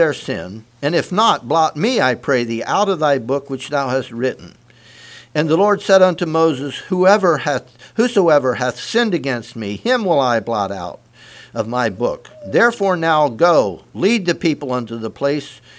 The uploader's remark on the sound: Message preached at Word Of Hope on Sunday Evening